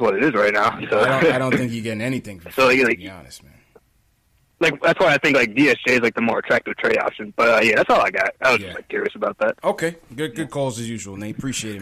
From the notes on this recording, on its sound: take live phone calls from fans around the world